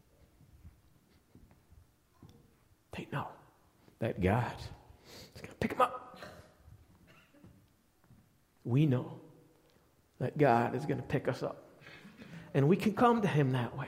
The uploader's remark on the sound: Recorded live at the Alabama Full Gospel Fellowship church in Medina, New York.